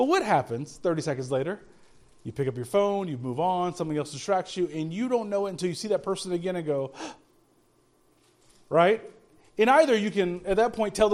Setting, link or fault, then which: setting, large echoing room